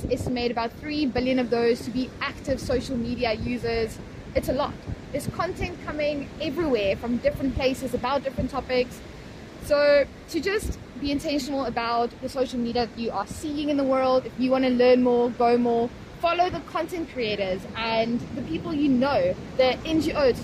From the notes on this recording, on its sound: Recorded on the beach after they had completed a beach clean-up together following a dive in Cape Town.